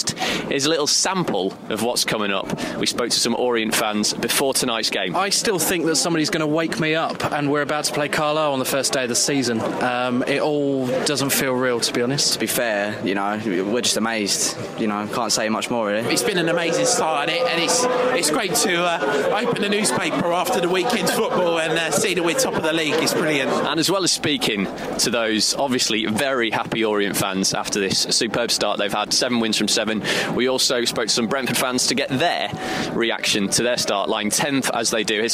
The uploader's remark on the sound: We also bring you our unique commentary on the game as it unfolds. Live from 'The Griffin' pub.